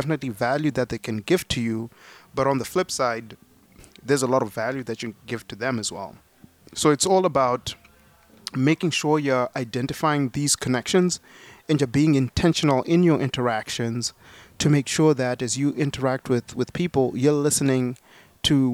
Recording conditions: busy venue